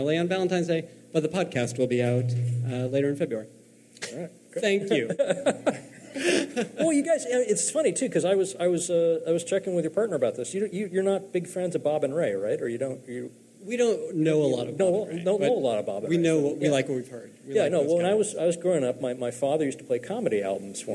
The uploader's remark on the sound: Live from San Francisco!